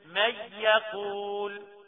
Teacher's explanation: الميم والياء النون راحت وبقت الياء مشددة لكلمة يقول · Term: ادغام بغنة